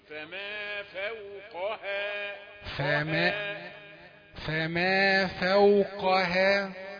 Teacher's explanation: عاوز القف تبقى فخمة، ده حرف من حروف قوية ومفتوح